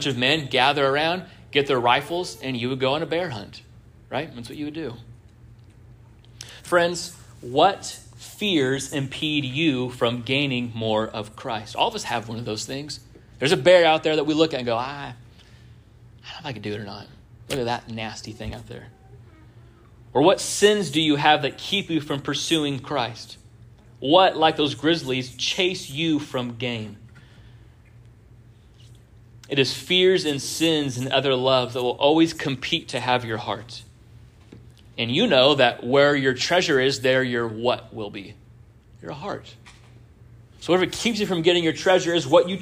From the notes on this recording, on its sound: This sermon was first preached on 09-10-23 at Union Baptist Church in Orrick, MO.